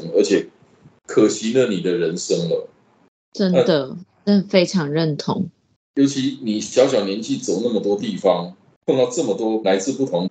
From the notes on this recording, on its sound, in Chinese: 本集於住宿公共空間進行錄音，故會出現些許背景音，若影響收聽品質請見諒!